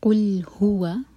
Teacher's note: اس کے بعد قُلْ هُوَ، قُلْ لام ساکن پر جب ہم آئیں تو ہمارے ہونٹ گول نہ رہیں. قُلْ هُوَ، دو سلیبل والا ورڈ، ہو پر زور